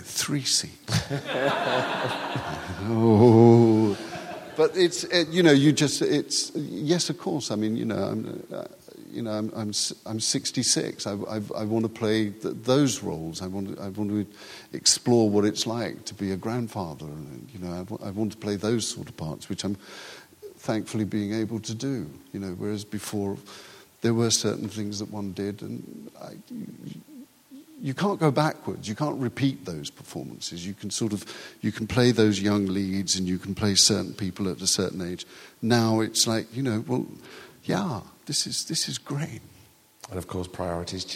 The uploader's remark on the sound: We've got a recording of a live show for you this week. We went down to the York Theatre Royal and had a wonderful evening with a bunch of lovely people.